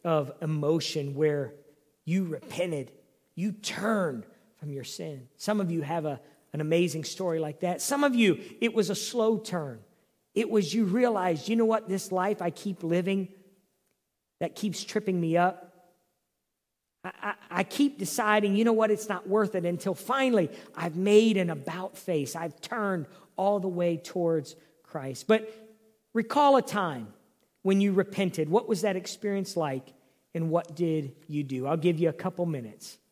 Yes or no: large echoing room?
yes